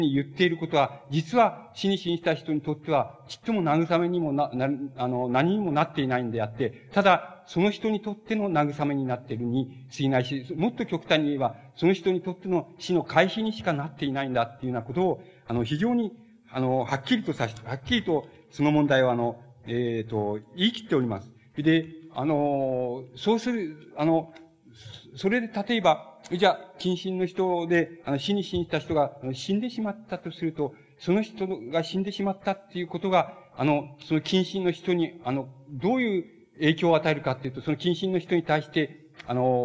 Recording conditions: large echoing room